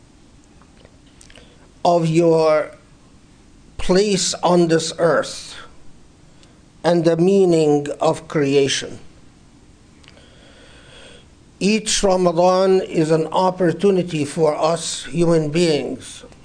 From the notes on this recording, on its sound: Delivered 19 April 2019 at the Islamic Center of Southern California, Los Angeles.